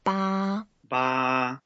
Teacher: 八 is the first tone. So we make it flat.